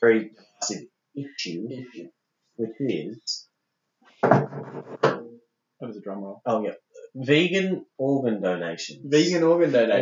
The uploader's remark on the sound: We stuffed up the recording. The recording of this episode didn't quite go to plan (aka we had technical difficulties). It's still listenable (hopefully) but we apologize for the poor audio quality.